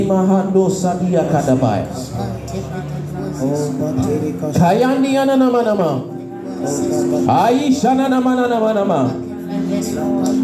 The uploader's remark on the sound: This message was preached at the March 2023 edition of the TOTS Service.